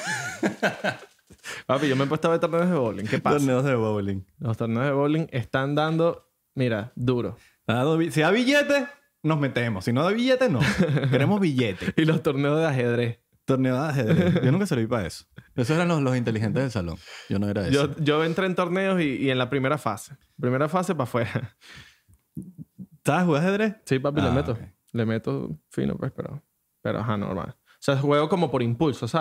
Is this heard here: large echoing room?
no